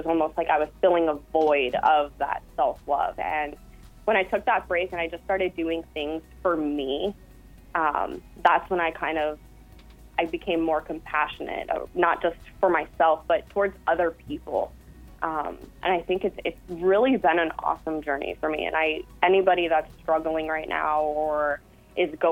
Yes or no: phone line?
yes